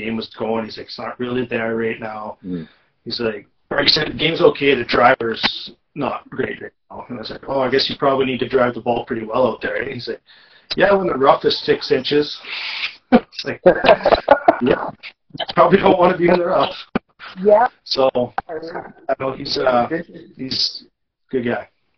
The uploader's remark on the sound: Apologies for the not so stellar audio.